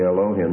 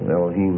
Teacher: But the Hebrew is always stressed on the last syllable. · Shown in: second take · Elohim is the way you pronounce it.